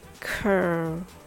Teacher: Even though it's spelled with C-A, the stress is on rear, so the rhythm goes ta-ta.